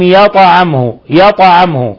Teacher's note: ميم ساكنة في لفظ يطعمه جاء بعدها الهاء إظهار شفوي